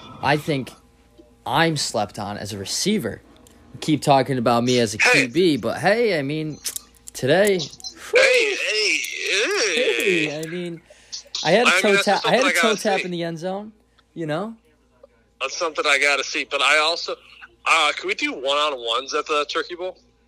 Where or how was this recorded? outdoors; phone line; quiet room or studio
phone line